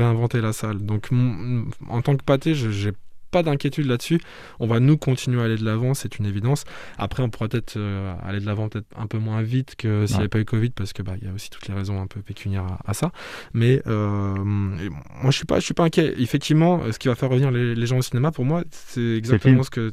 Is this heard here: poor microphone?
no